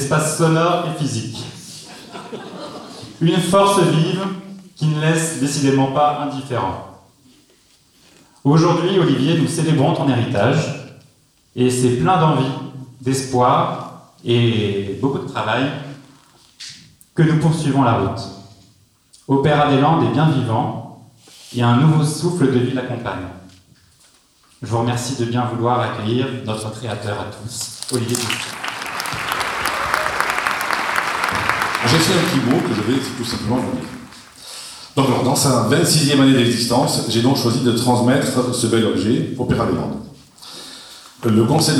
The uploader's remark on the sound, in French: Retour sur la soirée de présentation du programme du prochain festival de l'opéra des Landes à Soustons ( espace culturel Roger Hanin). Retour sur la soirée de présentation du programme du prochain festival de l'opéra des Landes à Soustons ( espace culturel Roger Hanin).